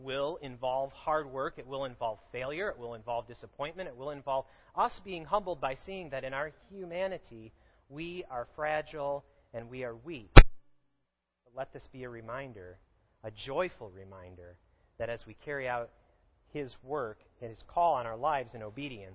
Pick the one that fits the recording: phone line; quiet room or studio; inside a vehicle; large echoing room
large echoing room